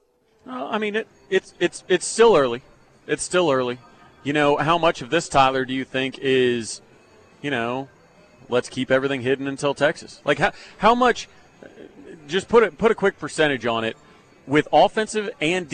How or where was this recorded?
busy venue